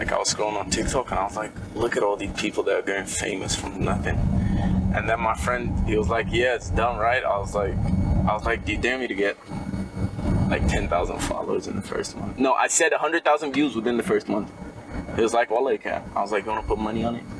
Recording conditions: background noise